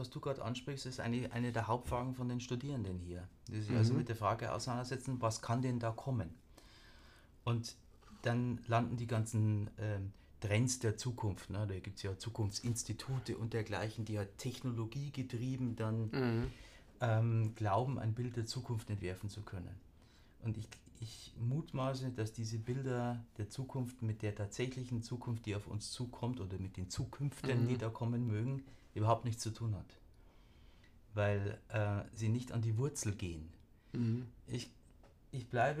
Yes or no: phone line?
no